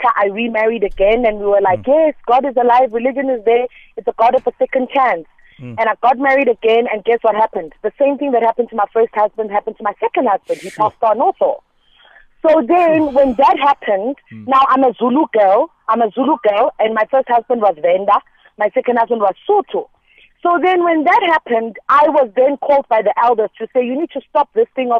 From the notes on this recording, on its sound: PHONE INTERVIEW